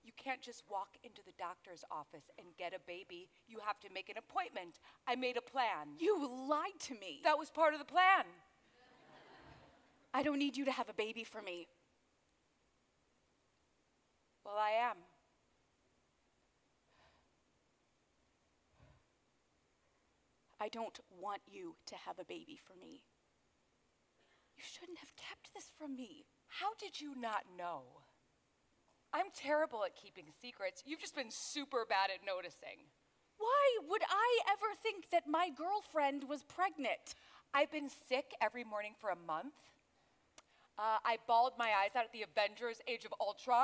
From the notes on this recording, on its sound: presented at the David Rubenstein Atrium at Lincoln Center on June 12, 2015